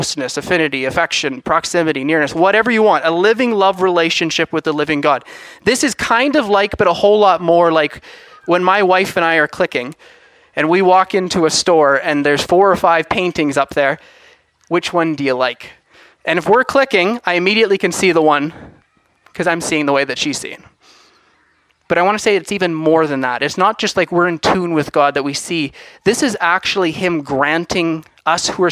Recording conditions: large echoing room